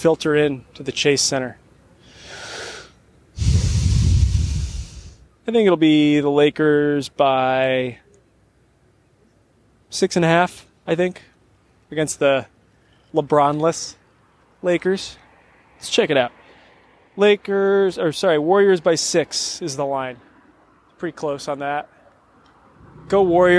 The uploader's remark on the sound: Live from across the street from the Chase Center